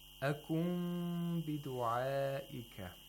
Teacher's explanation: Iqlab of Nun Sakina, which means you have to pronounce the Nun like a Mim Sakina that has Ikhfa. Mm-hmm. So Iqlab takes place whenever there is a Nun Sakina followed by the letter Ba.